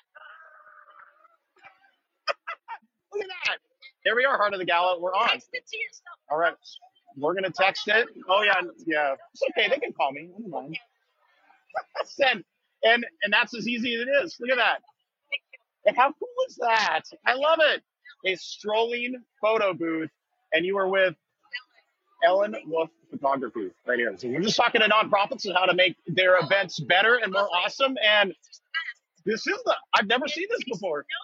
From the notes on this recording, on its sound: LIVE from THE EVENT EXPO 2023! As we take you on a live stroll through the buzzing halls of THE EVENT EXPO 2023.